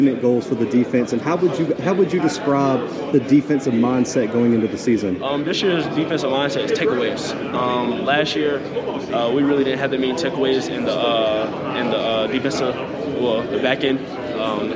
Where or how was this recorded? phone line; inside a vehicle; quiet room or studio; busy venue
busy venue